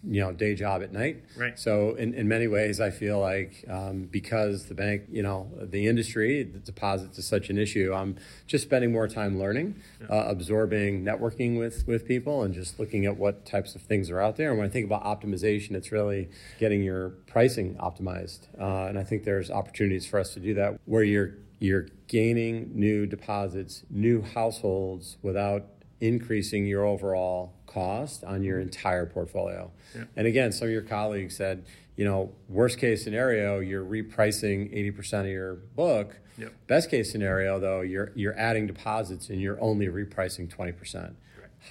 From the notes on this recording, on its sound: Viva Las Vegas! Insights from CBA Live 2023. Live from one of finance’s biggest events.